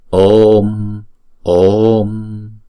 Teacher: chữ ô này chúng ta sẽ đọc hai nhịp